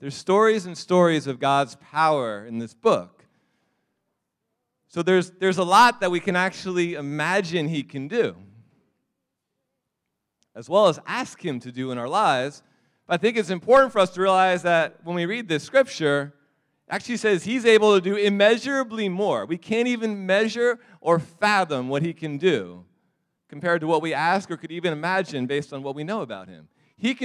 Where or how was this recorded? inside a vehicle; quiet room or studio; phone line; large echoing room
large echoing room